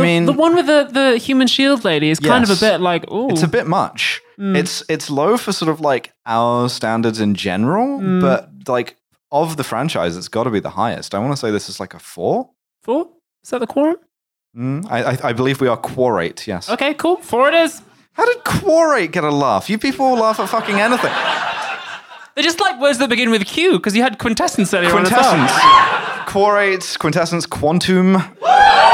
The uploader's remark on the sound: Recorded live at the Streatham Space Project.